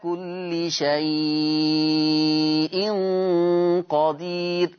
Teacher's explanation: يمد أربع حركات بنسميهم التوسط، يا إما بمقدار الإشباع ست حركات، زي إن الله على كل شيء قدير، أدي أربعة. · Term: مد اللين المهموز